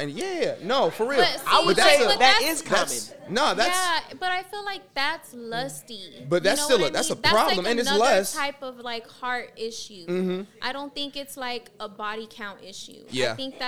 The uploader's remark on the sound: questions given by the live studio audience